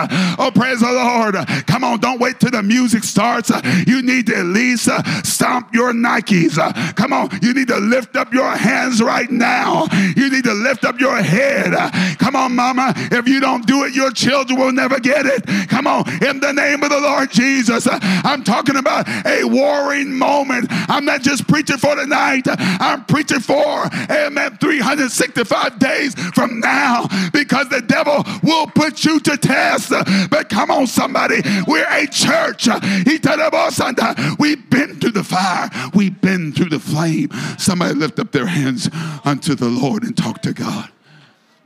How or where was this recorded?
large echoing room